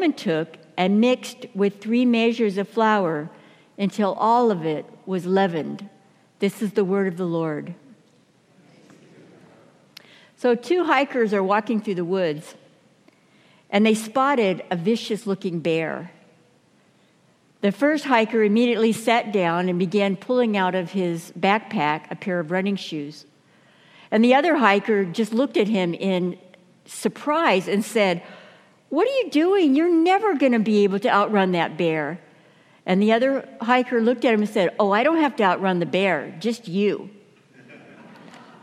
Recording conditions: live audience